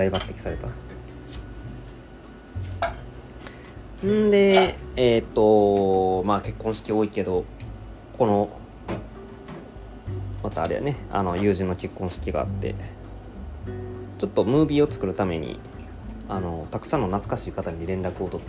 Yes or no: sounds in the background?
yes